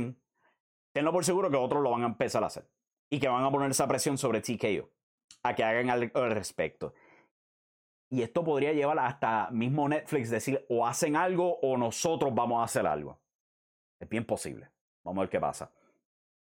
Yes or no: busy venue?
no